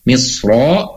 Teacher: kalau misro, maka roknya tetap tebal. Tapi kalau disukunkan, boleh.